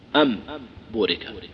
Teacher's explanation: تقلب التنوين أو النون، تقلبها إلى ميم · Term: القلب